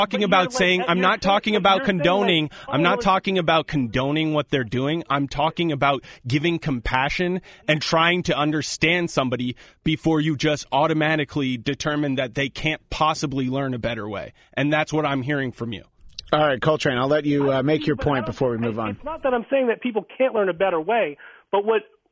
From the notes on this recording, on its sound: joined on the phone